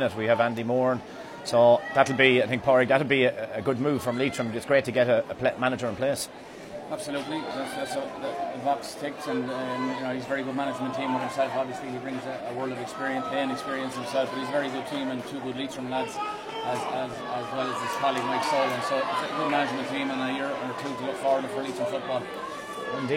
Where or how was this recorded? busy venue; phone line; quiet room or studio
busy venue